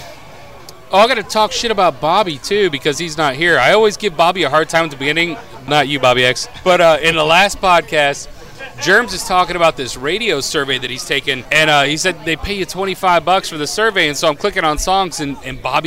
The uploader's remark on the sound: At Bender Bar & Grill. The guys at Bender kept feeding us shots and beers. We end up with about 8 drunk idiots trying to use 4 microphones and even get strangers to join us. Then we're too drunk to record anymore so we decide to jump a fence to go swimming somewhere. Good luck making it through the horrible editing in this one.